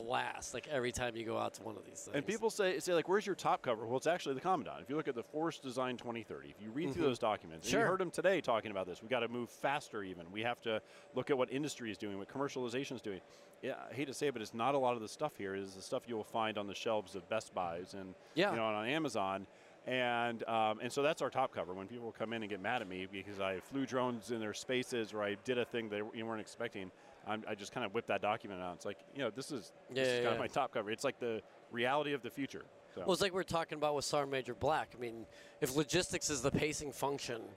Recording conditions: busy venue